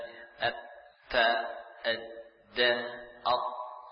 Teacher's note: Dari ujung lidah, dari arah punggung, menempel pada pangkal gigi seri atas. Ya, berarti sama dengan Ta, sama dengan Dal, Ad, Ta, Ad, Da, Ad, Po, sama. · Term: huruf Ta